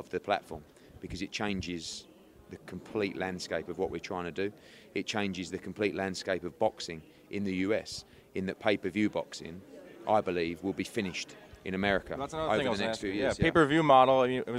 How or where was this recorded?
busy venue